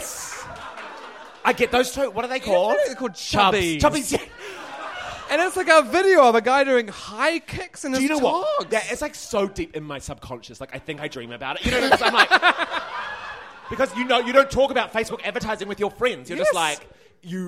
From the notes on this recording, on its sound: Fan Fiction (LIVE!). In front of a live sold out crowd.